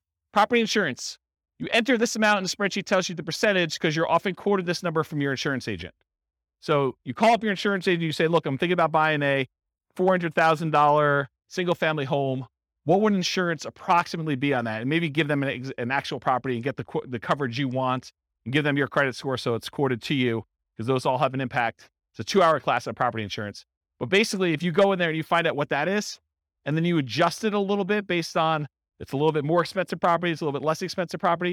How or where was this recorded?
live audience